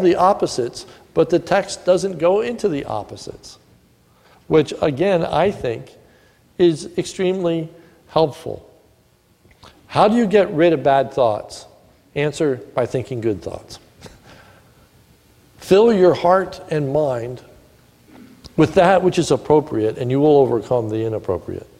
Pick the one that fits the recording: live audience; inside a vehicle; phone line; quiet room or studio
live audience